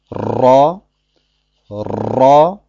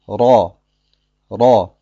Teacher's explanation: Die Zunge berührt also den Gaumen ein einziges Mal. · Shown in: second take · Und um zu verhindern, dass das Ra mehrfach ausgesprochen wird, lässt man zwischen dem Gaumen und der Zungenspitze eine Lücke, sodass die Luft von dort entweichen kann.